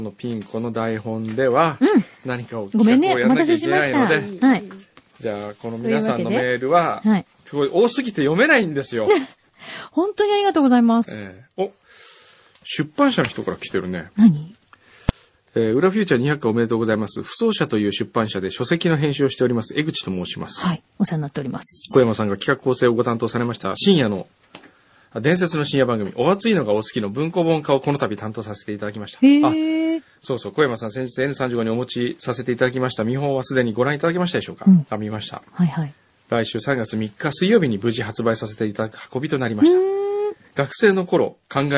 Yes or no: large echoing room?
no